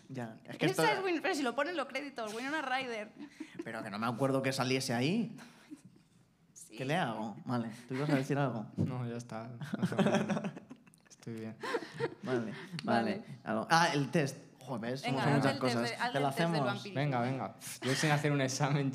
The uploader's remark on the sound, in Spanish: Primer show con público